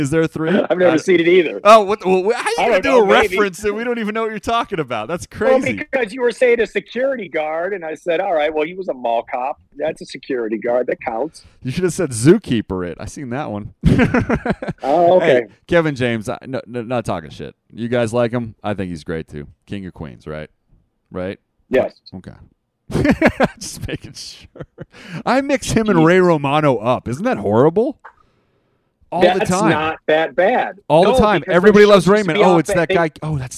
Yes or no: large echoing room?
no